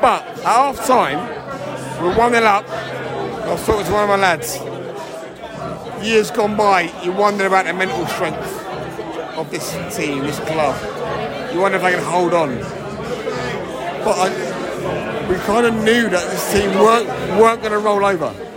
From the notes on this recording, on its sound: We spoke to fans in the stadium straight after the game and in the pub way way into the night